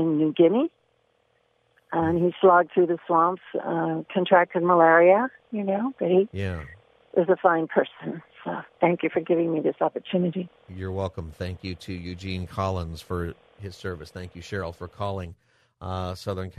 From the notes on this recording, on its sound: Open Phone Friday. Takes calls from listeners on any topic.